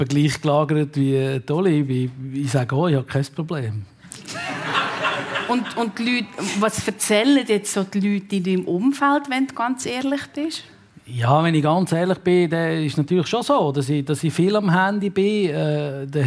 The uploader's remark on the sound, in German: Die Gesprächssendung «Persönlich» von Radio SRF 1. Live aus der Livestage des Radiostudios Zürich.